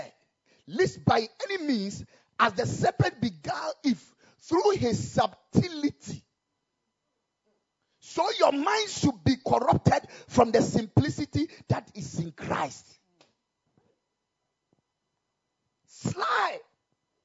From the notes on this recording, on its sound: Preached at the Ekklesia Campus.